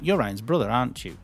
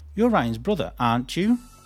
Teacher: when we use question tags just for chatting a conversation, the intonation falls. · Shown in: first take · But if I'm using a question tag to actually check the information to make sure I'm right and I'm not making a mistake, we rise.